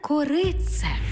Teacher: У слові «корице» «т» переходить у подовжений звук «ц»